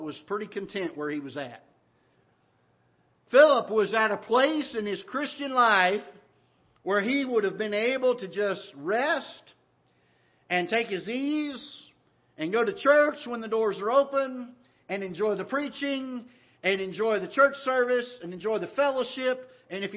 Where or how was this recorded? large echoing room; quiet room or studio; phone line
large echoing room